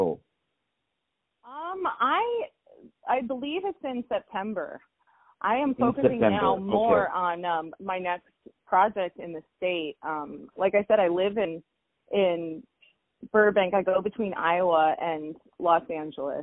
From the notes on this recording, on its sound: On the phone